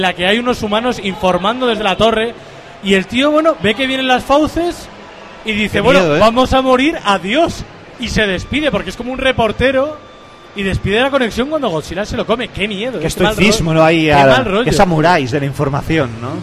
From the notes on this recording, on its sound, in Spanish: En directo desde Expomanga